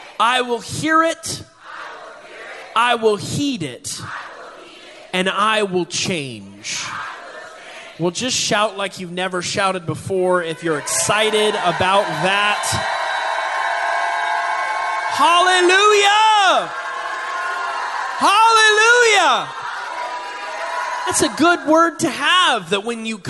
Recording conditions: large echoing room